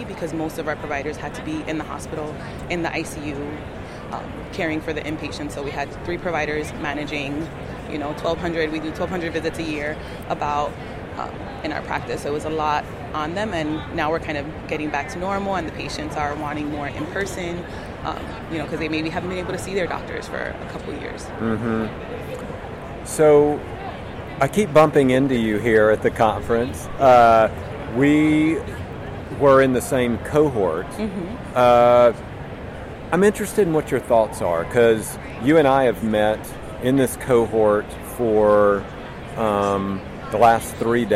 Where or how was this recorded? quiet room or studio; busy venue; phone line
busy venue